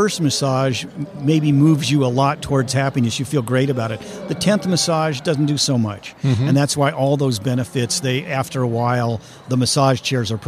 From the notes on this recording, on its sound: LIVE at the Business RadioX® remote at SOAHR 2023